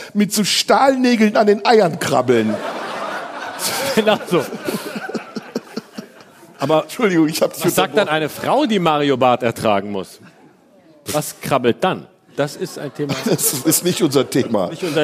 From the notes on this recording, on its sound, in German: Live aus dem Tipi. Live-Podcast im Tipi.